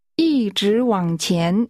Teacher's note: The tones are high level, rising, falling rising, and rising.